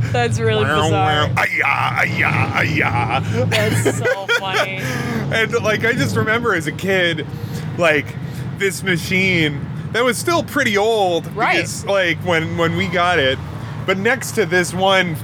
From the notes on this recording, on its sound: Apologies in advance for the street sounds, unless you really like street sounds.